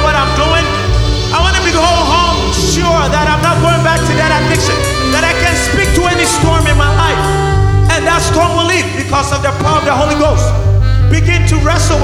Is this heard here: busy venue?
yes